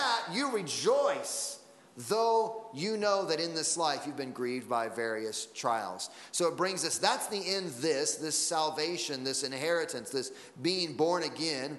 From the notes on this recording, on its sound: Sunday Morning Sermon Audio